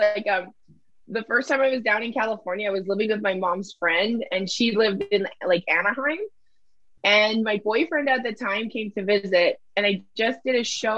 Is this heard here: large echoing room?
no